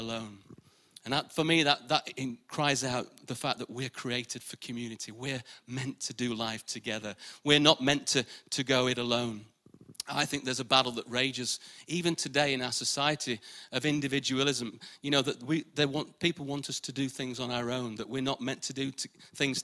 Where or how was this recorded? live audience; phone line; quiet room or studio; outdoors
live audience